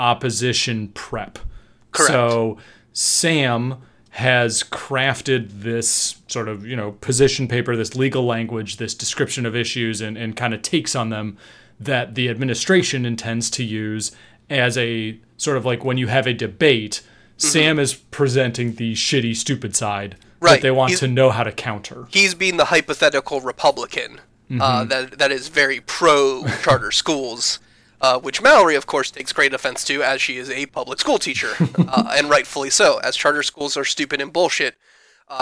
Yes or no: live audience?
no